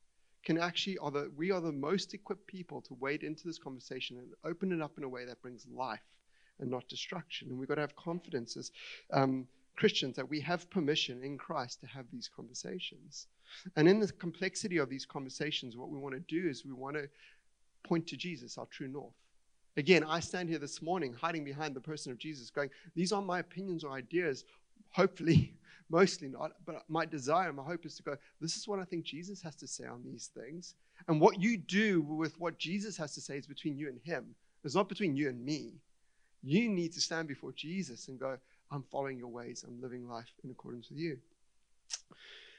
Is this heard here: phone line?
no